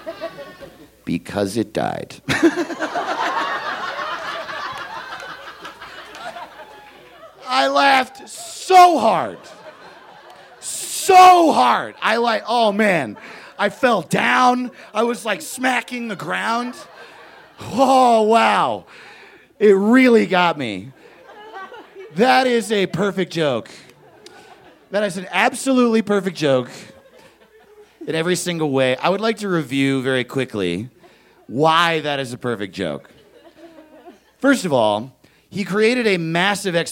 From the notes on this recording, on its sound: He stopped by The Narrators Denver to share this story. Recorded live on 20 December 2017 at Buntport Theater in Denver, Colorado.